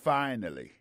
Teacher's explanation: Accent tombé sur premier syllabe là